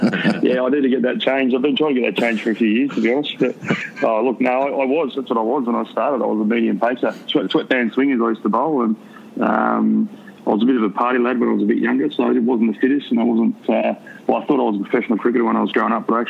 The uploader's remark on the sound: Joins from the UK. On the phone.